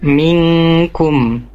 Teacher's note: Kemudian di kata minkum tadi ya, ada nun sukun bertemu kaf, itu hukumnya ikhfa, ditahan dua harokat